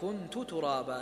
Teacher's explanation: ما في ادغام، لا يقرا الا بالاظهار كنت ترابا مثل الجمهور.